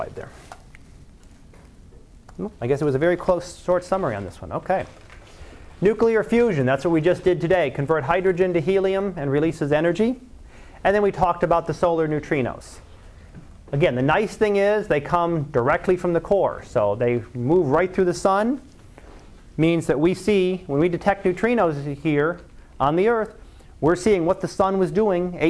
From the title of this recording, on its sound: Live Class Lecture